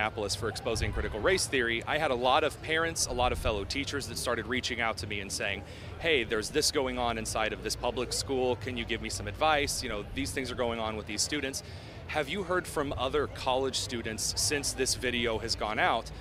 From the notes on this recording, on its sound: at the Turning Point Action conference in Palm Beach, Florida